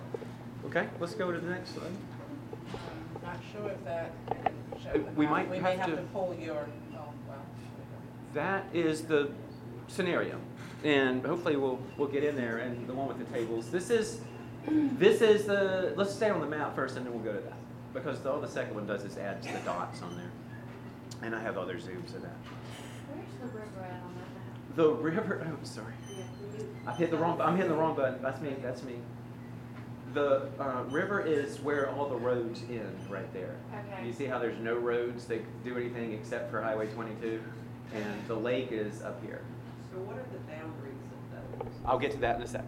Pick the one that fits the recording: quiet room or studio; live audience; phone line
live audience